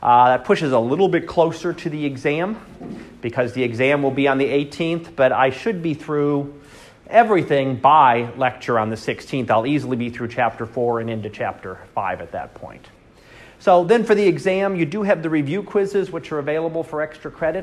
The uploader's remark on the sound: Live Class Lecture